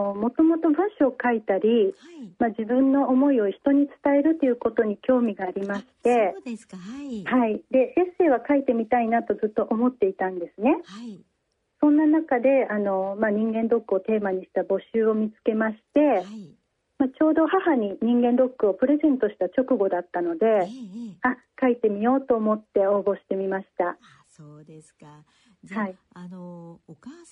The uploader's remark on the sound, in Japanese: 受賞者への電話インタビューの模様をお聞きいただきます。